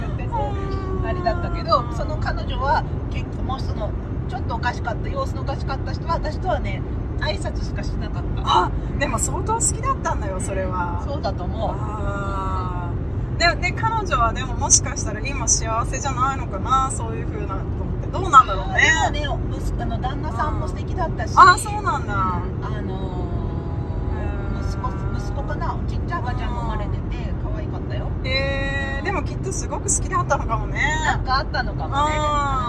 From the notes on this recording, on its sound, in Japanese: ドライブトーク！今週はアリゾナ州フェニックスから、マリコパという町までのドライブ中に収録をしました！ （雑音が多くて聞きづらかったらごめんなさい。。。）。車から見える景色をできるだけ言葉で説明しつつ。